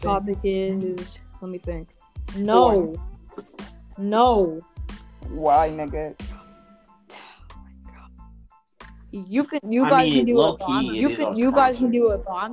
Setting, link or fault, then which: fault, poor sound quality